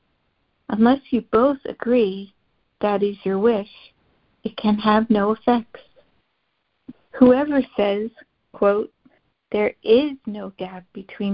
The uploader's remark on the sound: ACIM Daily Conference Call.